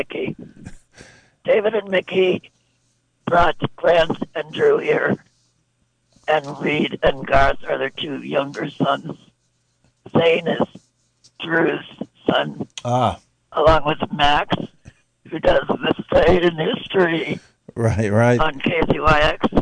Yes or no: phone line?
yes